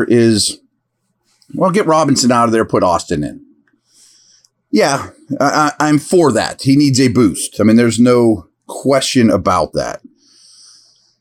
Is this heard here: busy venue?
no